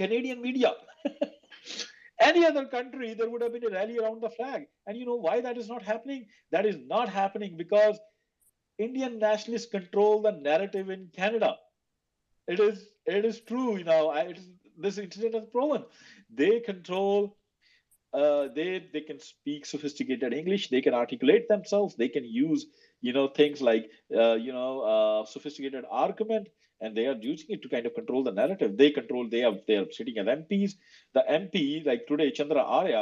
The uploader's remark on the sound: recording of a twitter space